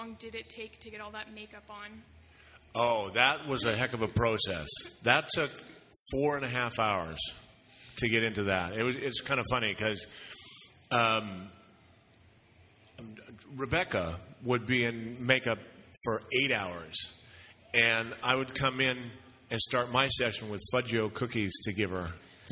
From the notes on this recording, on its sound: Recorded LIVE at the John D. Bradley Centre in Chatham,. For a live Q&A held at the Chatham-Kent Expo!